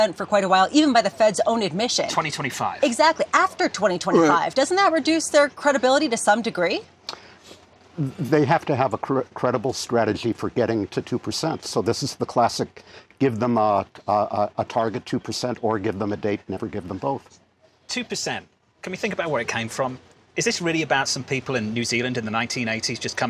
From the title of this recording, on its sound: Live From Jackson Hole '23